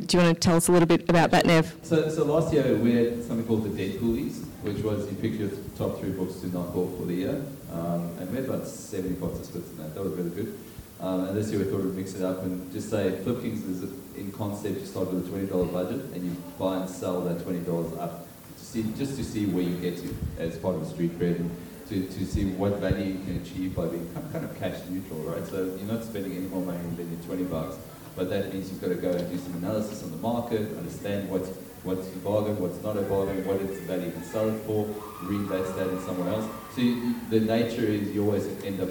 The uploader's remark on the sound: Recorded in front of a live audience at Supanova Melbourne, we are joined on stage by Fats Comics owner, and industry expert.